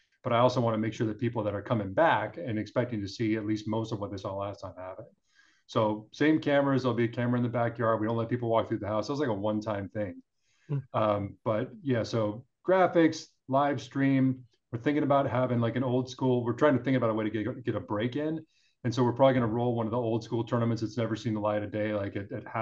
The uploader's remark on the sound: we host a zoom call